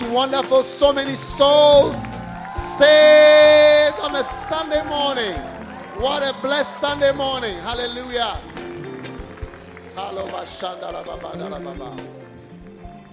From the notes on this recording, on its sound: Preached during a pastors' and leaders' conference at the Cathedral of praise in Manilla Philippines